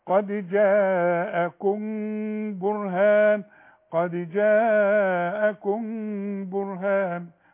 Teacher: الميم اللي بعدها باء في القرآن كله، مدام الميم بدون تشكيل يحصل لها اخفاء